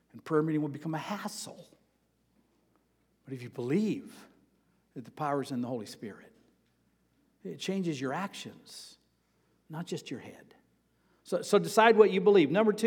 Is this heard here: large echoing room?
yes